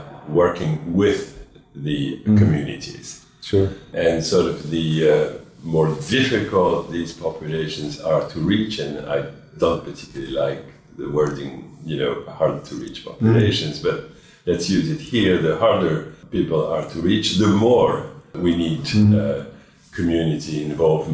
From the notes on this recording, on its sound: Live from AIDS 2022 in Montreal. Recorded during the International AIDS Conference in Montreal, Canada, on July 31st.